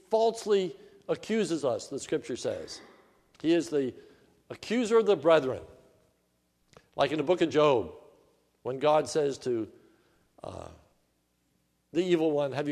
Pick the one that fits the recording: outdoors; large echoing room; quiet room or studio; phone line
large echoing room